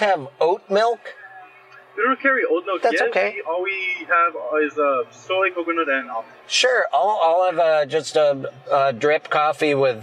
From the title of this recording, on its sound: In the Car